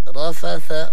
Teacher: الراء مفخم البقية مرققة فعلينا أن نقولها كذا را فا ثا ولا فسوق ولا جدال في الحج.